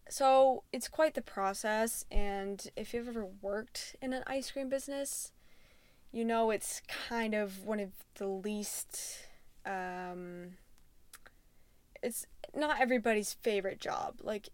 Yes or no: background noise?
yes